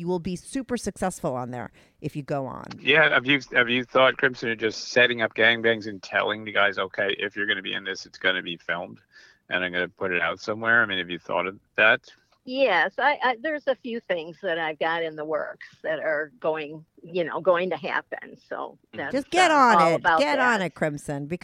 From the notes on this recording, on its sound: they called in to talk all about it